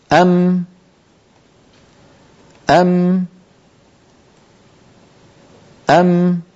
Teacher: فبتصادم الشفتين بعضهما ببعض تخرج الميم الساكنة